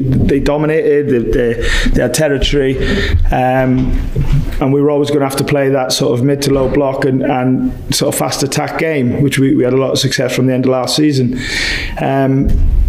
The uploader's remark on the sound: Post Match Press Conference. Away at the Emirates.